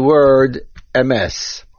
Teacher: The main accent of the word emes is on the mem. We do not say emes with the accent on the aleph.